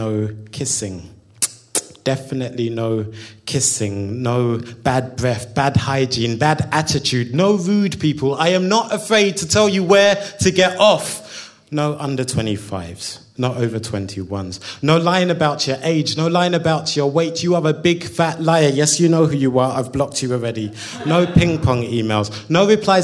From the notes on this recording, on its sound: The third of three live recordings from our Tragic Friends live event which took place at the Dogstar, Brixton on the 25th September 2014